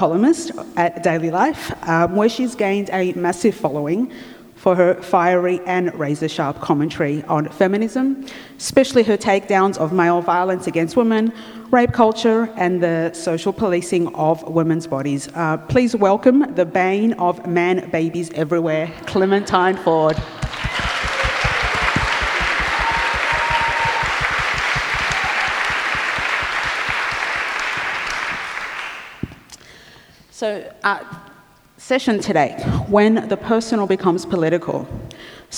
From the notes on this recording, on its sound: recorded at the 2017 Newcastle Writers Festival